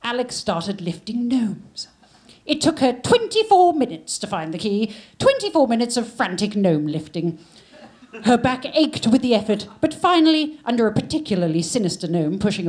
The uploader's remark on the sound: Recorded live from the London Podcast Festival 2023.